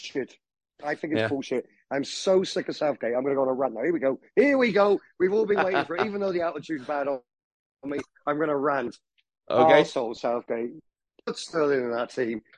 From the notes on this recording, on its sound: Talk over Zoom.